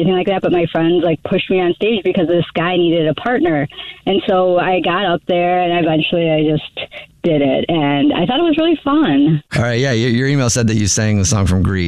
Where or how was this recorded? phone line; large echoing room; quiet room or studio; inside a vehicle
phone line